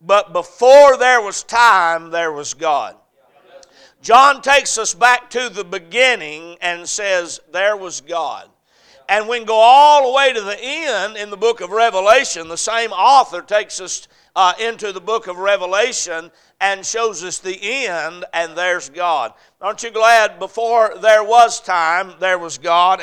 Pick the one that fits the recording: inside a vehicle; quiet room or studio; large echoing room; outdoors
large echoing room